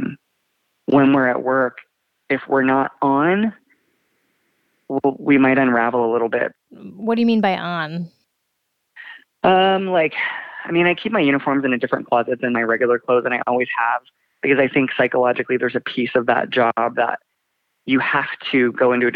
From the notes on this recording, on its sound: Essential Workers Call. Speaks with listeners who deliver packages, stock shelves and drive buses.